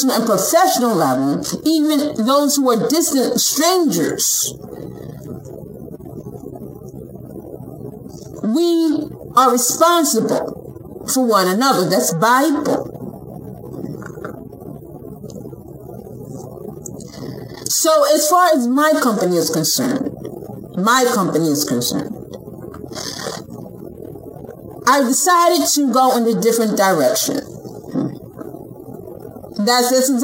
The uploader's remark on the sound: Please excuse the sound quality. My mic/speakers are blown and thus I am working on getting new equipment.